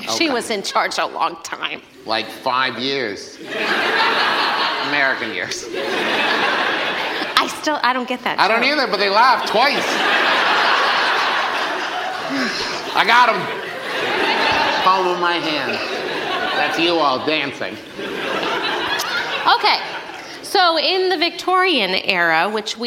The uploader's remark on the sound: Gin (LIVE at London Podcast Festival). LIVE recording from the London Podcast Festival.